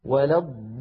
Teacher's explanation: اللام أيضا في كلمة وللضالين مشددة تتألف من لامين، اللام الأولى بين الرخوة والشديدة زمنها يحتاج إلى جريان ضئيل